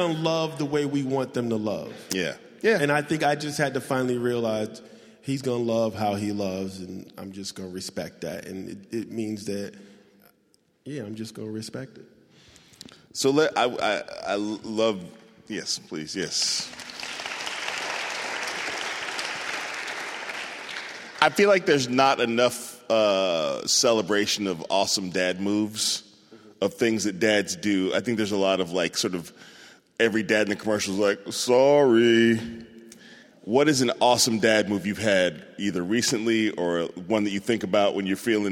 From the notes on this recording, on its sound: In front of a live audience in Berkeley, California.